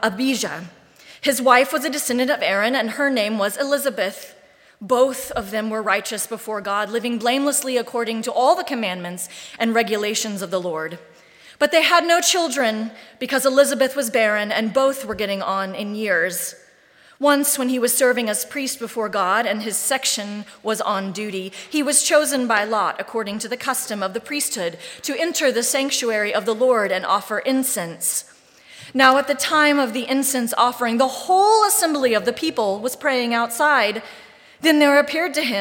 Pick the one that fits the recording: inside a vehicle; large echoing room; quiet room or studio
large echoing room